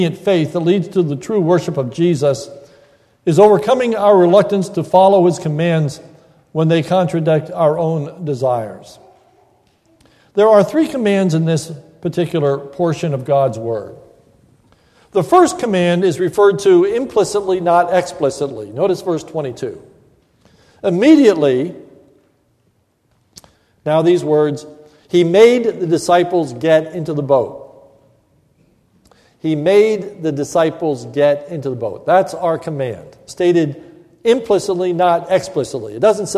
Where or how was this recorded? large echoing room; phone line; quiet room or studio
large echoing room